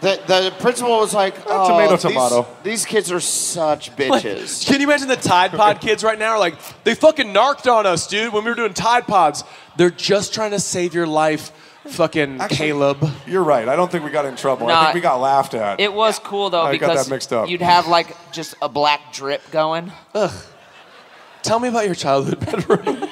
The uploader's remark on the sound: Live from San Diego!